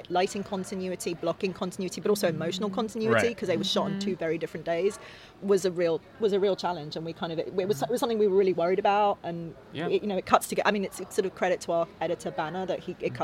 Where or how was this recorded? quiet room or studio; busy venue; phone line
busy venue